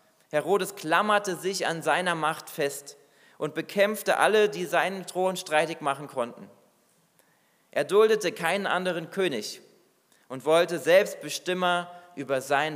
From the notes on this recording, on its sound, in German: Predigt aus dem Weihnachtsgottesdienst